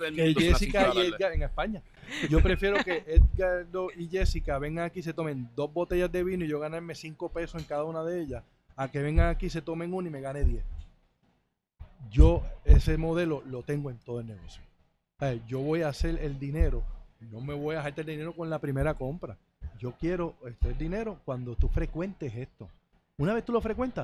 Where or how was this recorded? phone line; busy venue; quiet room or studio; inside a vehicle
busy venue